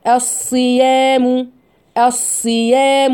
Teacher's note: شايفين الصاد مفخمه بس في نفس الوقت مكسوره